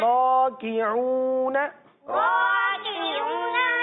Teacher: अच्छा ये रा है, सही है, बाद बच्चे पढ़ते हैं लाकिऊना, तो हर्फ ही तब्दील हो जाएगा रा से लाम